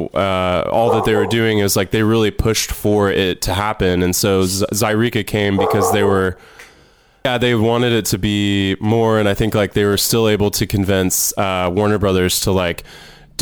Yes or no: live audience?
no